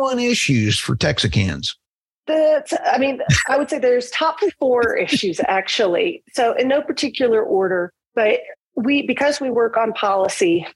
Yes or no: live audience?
no